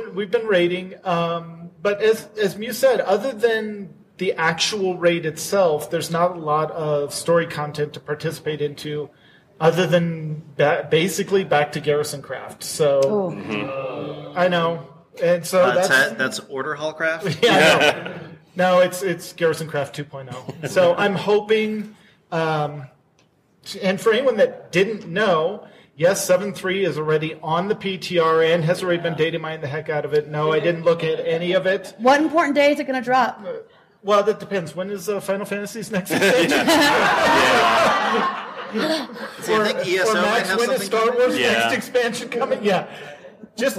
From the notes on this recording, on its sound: Live! From Nerdtacular. The first full day of content is over and we’re into the second day as we record this.